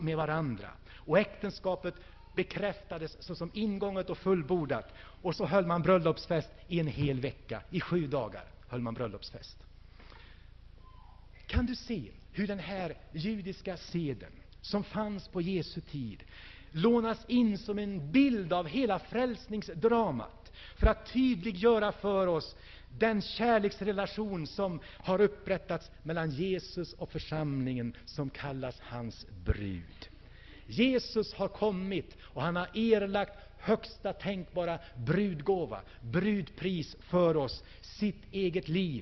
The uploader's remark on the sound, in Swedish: Inspelad i Hönö Missionsförsamling 2000-12-03.